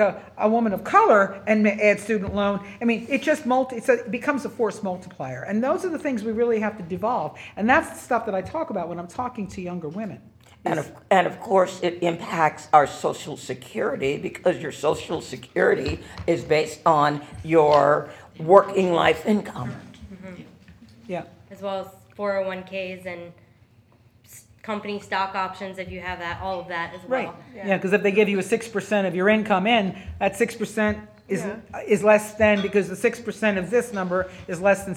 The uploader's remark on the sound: the audio from our Women's History & ERA NOW panel discussion